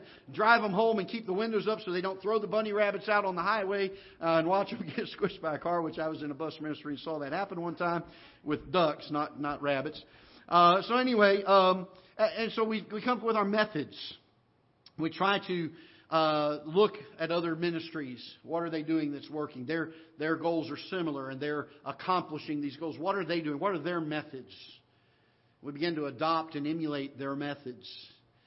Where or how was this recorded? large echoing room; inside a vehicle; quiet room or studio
large echoing room